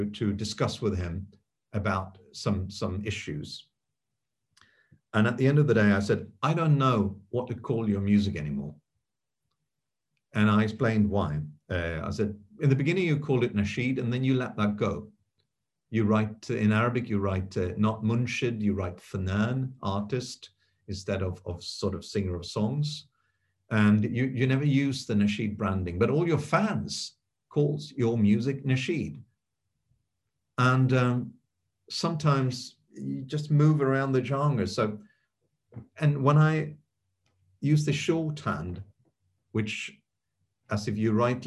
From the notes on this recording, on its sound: This public talk was conducted online via Zoom.